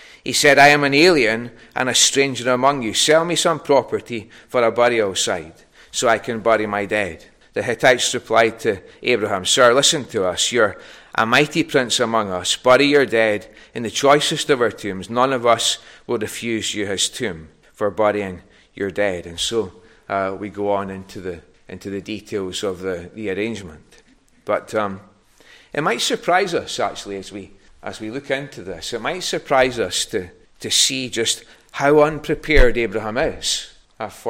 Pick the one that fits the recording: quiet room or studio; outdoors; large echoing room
large echoing room